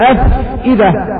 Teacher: فتجد نفس وهواء يظهر في بطن الشفة السفلى مع أطراف الثنايا العليا · Term: الفاء